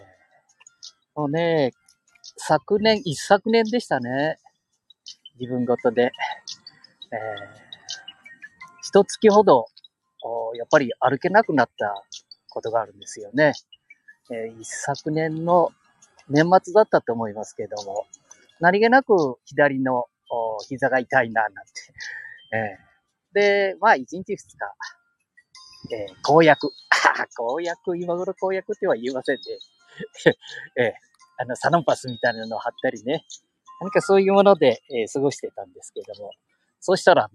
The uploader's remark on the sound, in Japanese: 街さんぽ LIVE